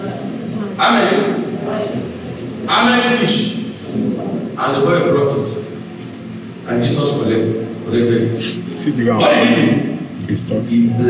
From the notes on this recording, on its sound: Covenant Champions Global Assembly Live Service